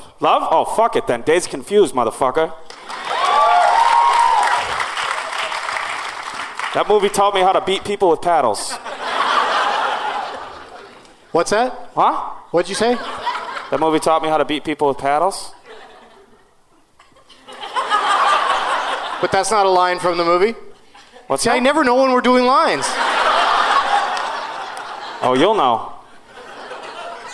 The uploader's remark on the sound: Live from the Gramercy Theater in NYC